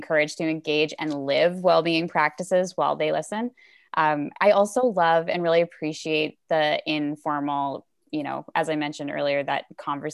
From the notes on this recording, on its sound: Recorded as a virtual panel session for Shaping the Future 2021